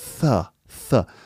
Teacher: So the tip of the tongue sticks out just over the top row of teeth.